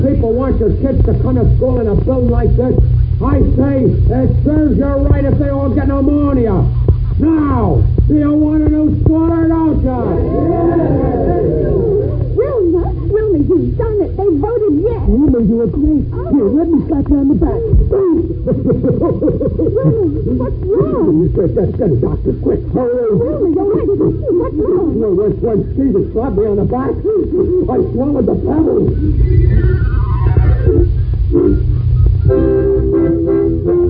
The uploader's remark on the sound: Audio is poor and muffled.